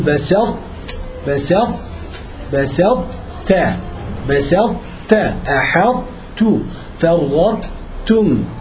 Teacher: فإحنا بنجيب إطباق الطاء كامل، يعني بنجيب طاء كاملة لكن بدون قلقلة، بنشيل القلقلة